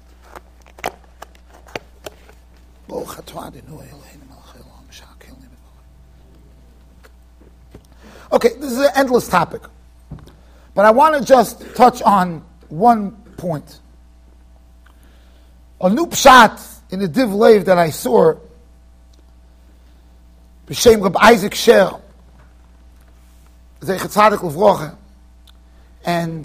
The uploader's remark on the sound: Shiur recorded in Yeshivas Ohr Reuven, Monsey NY.